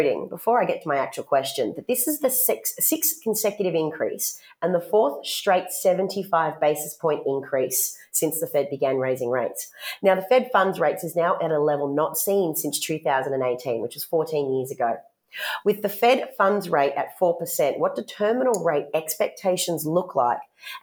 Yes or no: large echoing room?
no